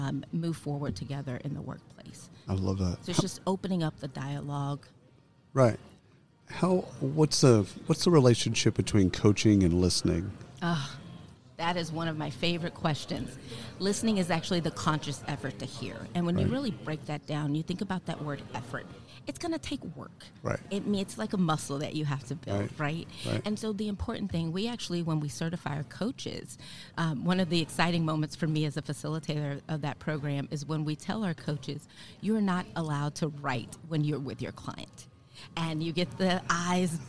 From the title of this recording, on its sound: Live from SHRM 2022